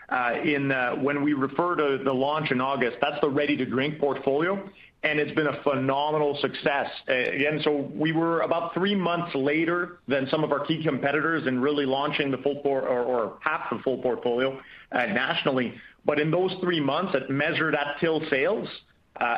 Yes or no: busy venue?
no